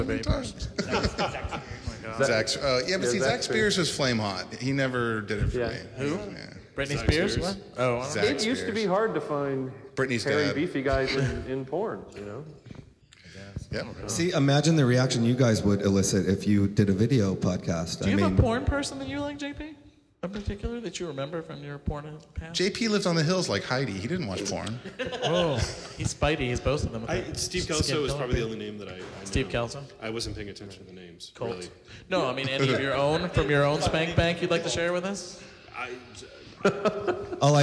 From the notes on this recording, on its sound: A Special podcast recorded with a live audience at the San Diego LGBT Center. They answer many bear-related questions from the audience.